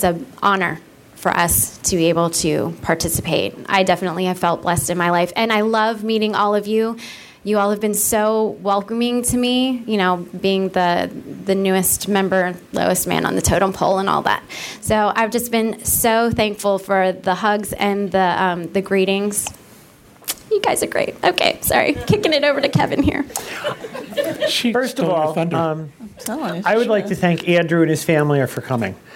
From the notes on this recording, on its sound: Recorded live at the New England DIS meet for Give Kids The World. The live audience also steps in and tells their stories.